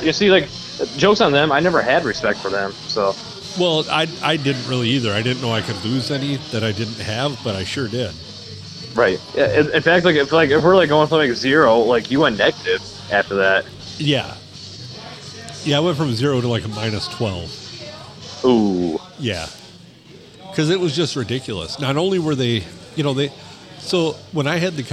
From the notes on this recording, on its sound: Recorded at the famous Blue Water Sports Bar and Grill in lovely downtown Port Sanilac on a Sunday.